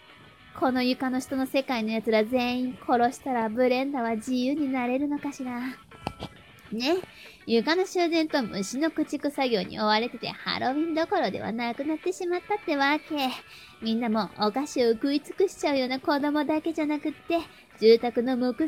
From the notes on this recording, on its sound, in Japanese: 充電しながら収録したら ジャックがかぱかぱ動いてて 雑音が凄いみたい 五年前の私のスマホは 驚くぐらい雑音を拾うわ。